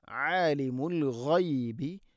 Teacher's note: ഗൈന് തൊണ്ടയുടെ മുഗൾ ഭാഗമാണ്. ആലിമുൽ ഗൈബി എന്ന് പറയരുത്, ആലിമുൽ ഗൈബി വശ്ശഹാദ വശ്ശഹാദ. · Term: ഗൈൻ